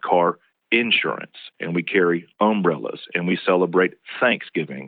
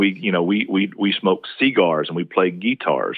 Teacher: But in the South, in certain parts of the South, we put a lot more stress on most of the initial syllables. · Term: stress on that first syllable